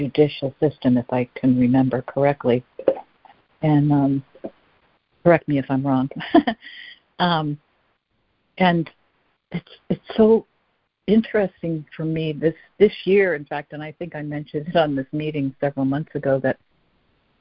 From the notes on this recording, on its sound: ACIM Daily Conference Call